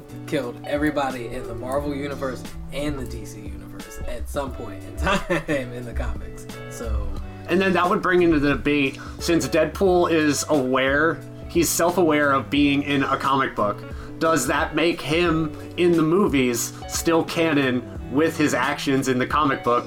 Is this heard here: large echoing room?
no